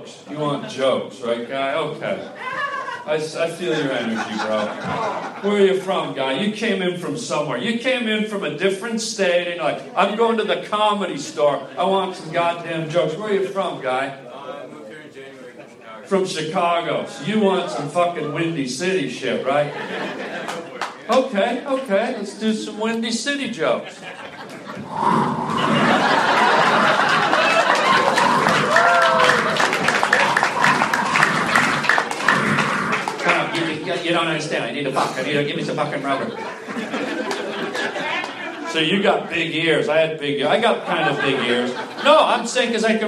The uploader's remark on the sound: LIVE stand up comedy